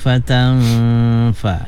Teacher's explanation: nun mati bertemu dengan fa, ikhfa wajib gunna